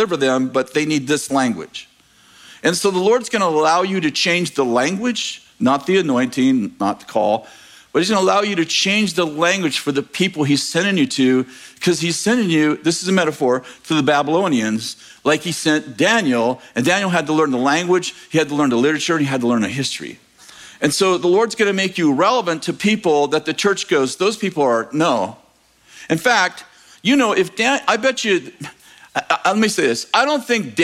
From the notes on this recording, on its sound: In this message from July 9th, 2023, at Bethel Church in Redding, CA